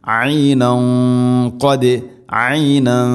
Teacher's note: കൂട്ടി ഓതുമ്പോൾ ഐനൻ ഖദ്, അവിടെ ഇഖ്ഫാ ബിഗുന്ന, ഖാഫ് ഇസ്തിഇലാന്റെ അക്ഷരമാണ്, അതുകൊണ്ട് അതിൻ്റെ കൂടെയുള്ള ഗുന്നയും അല്പം കനപ്പിച്ചിട്ടായിരിക്കണം